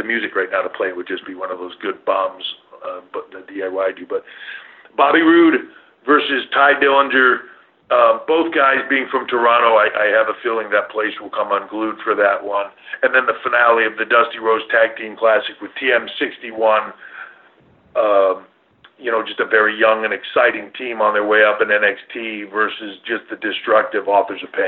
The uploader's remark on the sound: Pre Takeover Conference call.